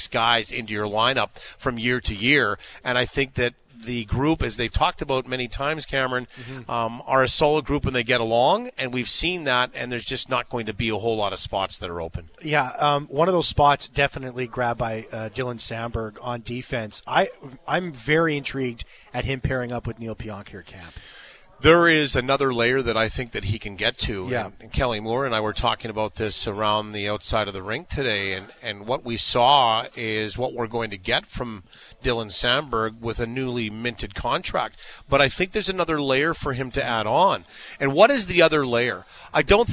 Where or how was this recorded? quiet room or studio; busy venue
busy venue